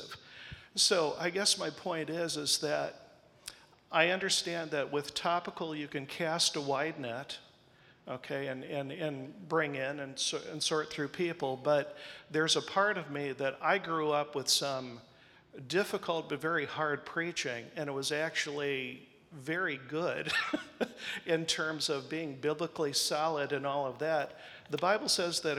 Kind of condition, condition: setting, live audience